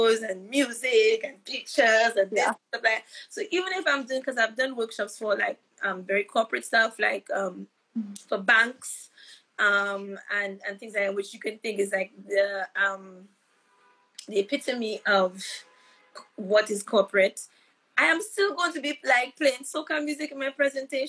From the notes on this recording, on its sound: live Instagram interview